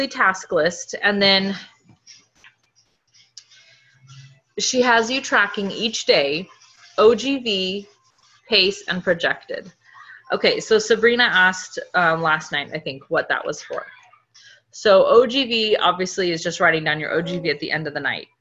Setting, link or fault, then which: link, video call